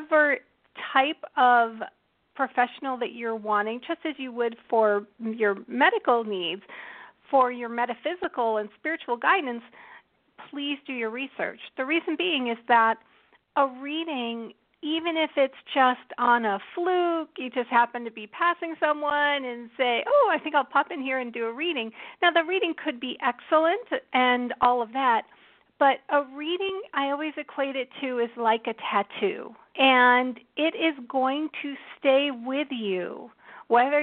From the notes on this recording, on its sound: We'll be talking tarot, of course, and taking your questions and comments through social media and on the phone.